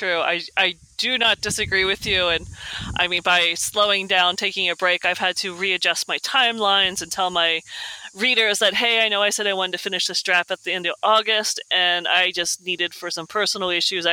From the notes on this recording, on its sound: It's a whole new set up, a whole new recording system. I'm currently on the road, so I'm sitting outside next to a library in Canada, in Poult port Colborne. I'm sitting outside because there's no, I don't want to disturb the other library listeners. If you hear a little bit of traffic and cicadas on this beautiful August day.